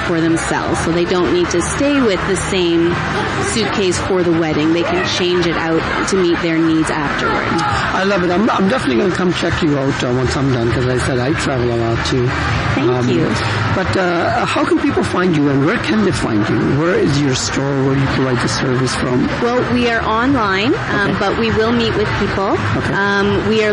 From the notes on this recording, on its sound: Modern Bride Show LIVE on Location.